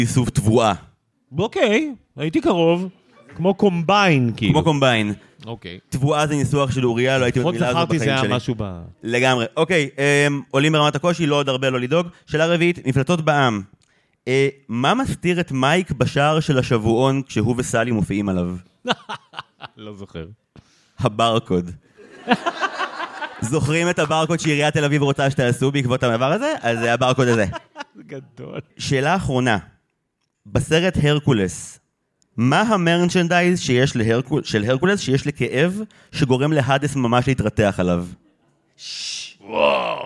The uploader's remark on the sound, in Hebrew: התכנסו במרכז הקהילתי פלורנטין 60 איש טובי-לבב לכבוד הקלטת הלייבקאסט החגיגי שלנו